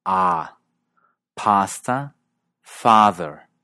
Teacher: es una vocal anterior y abierta